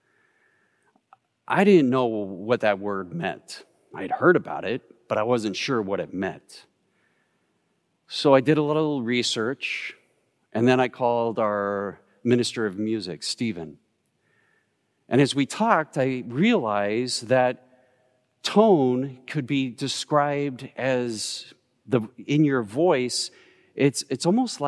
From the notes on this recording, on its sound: Recorded live at Beatitudes Church in Phoenix, AZ